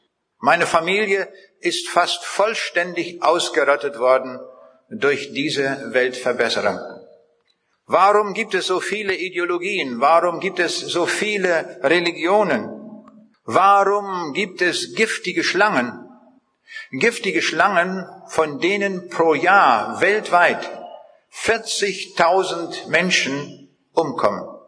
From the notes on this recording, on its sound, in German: Vortrag, den er 2006 in der Seidenstickerhalle in Bielefeld gehalten hat